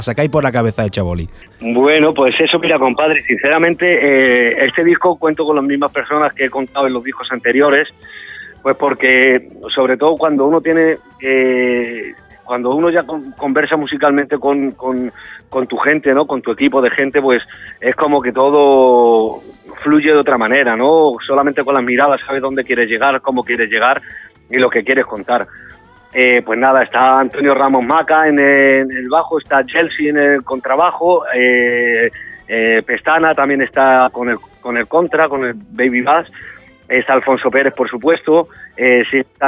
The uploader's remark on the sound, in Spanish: Hemos tenido una mas que interesante charla telefónica.